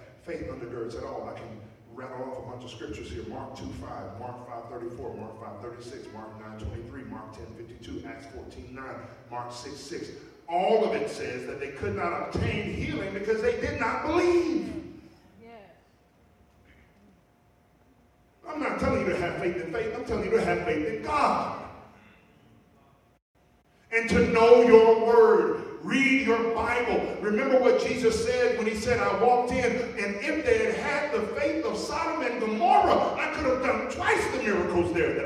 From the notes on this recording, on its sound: Note: there are some technical difficulties with the audio for this week. This was recorded at our 10:00a corporate worship service.